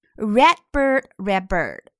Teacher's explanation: red 的 d 可以失去爆破，只需做出口型